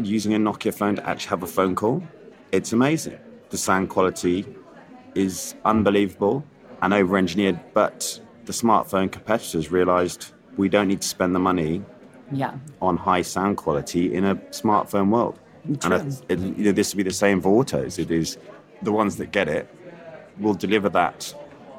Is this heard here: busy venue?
yes